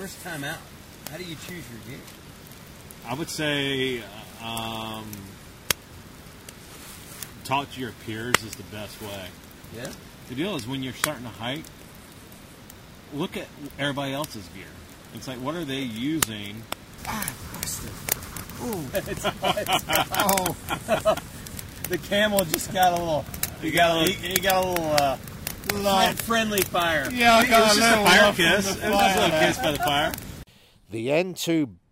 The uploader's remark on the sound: Recorded at a remote campsite on the Chattooga River. We sit around the campfire and discuss the fundamentals of backpacking.